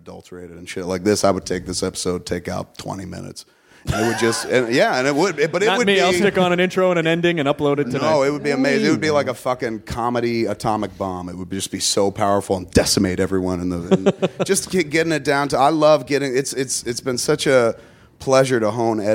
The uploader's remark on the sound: TOTAL PODMASH as we recorded at the Smodcastle on 1/12!